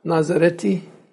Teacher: So the TH drops out. Becomes just a T. So that's still the T, TH is closed in the mouth.